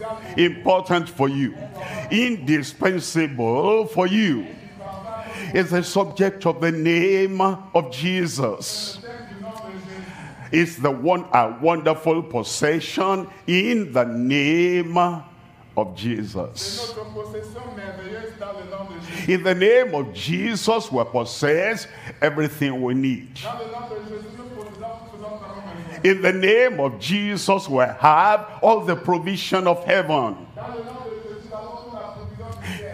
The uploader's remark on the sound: live from Douala, Cameroon